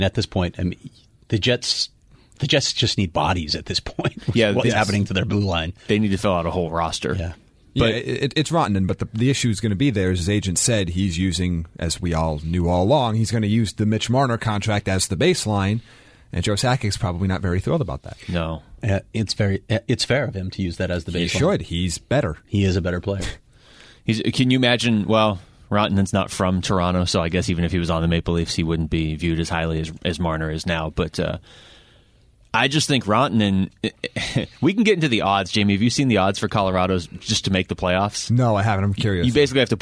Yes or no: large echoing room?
no